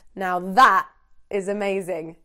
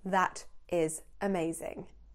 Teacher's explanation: Note that sometimes people might put a glottal stop at the end of that.